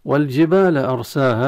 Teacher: أرساها راء ساكنة مسبوقة بهمزة حكمها التفخيم